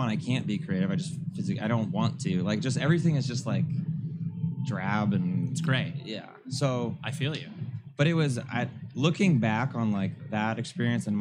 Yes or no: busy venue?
yes